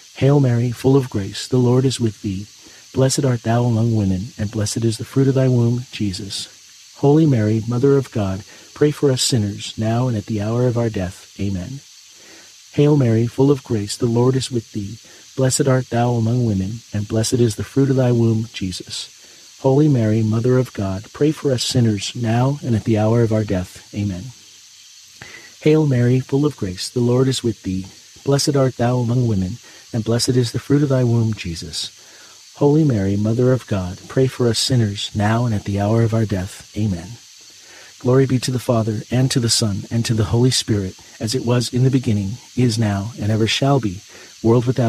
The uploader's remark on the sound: Get closer to nature and enjoy the soothing outdoor sounds of cicadas singing on a warm summer night alongside this Wednesday rosary.